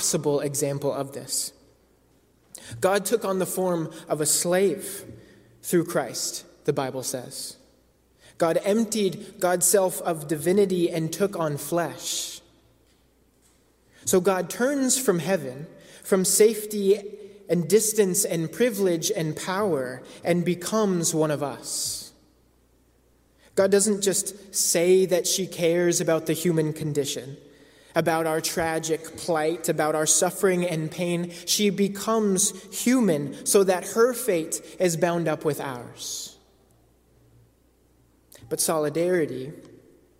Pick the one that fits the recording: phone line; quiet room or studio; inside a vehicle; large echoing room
large echoing room